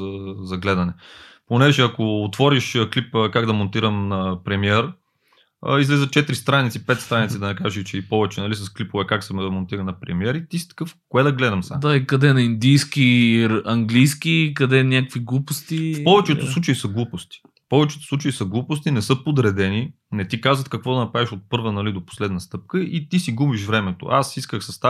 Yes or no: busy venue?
no